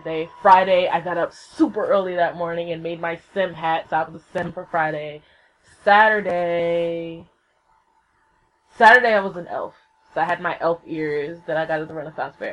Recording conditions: poor sound quality